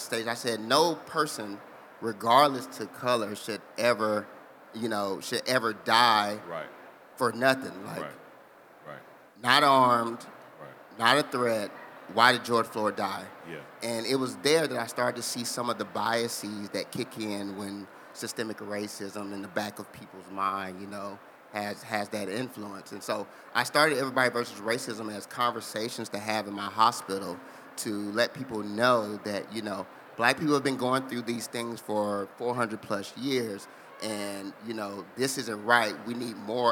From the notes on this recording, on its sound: The 2022 AfroTech conference in Austin, TX provided a great environment for a conversation on what it's like to be African and American. Record this conversation live at the AfroTech Expo Hall Sound Bar.